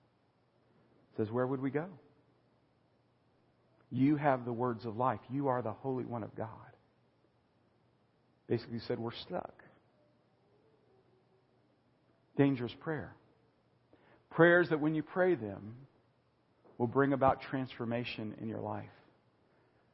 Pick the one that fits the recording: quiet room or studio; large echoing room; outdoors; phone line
large echoing room